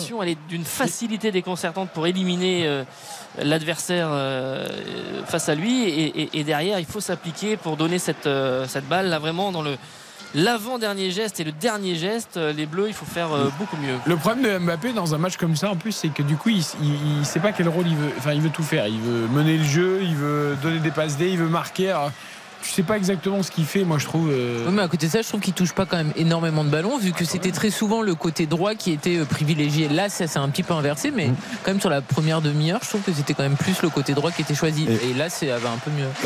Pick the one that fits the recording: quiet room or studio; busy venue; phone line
busy venue